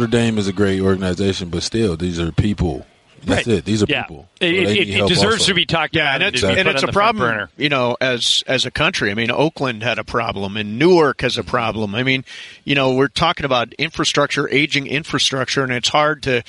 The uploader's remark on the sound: Live from Lakers media day!